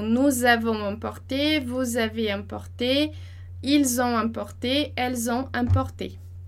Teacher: a gente faz a liaison entre a pessoa e o verbo avoir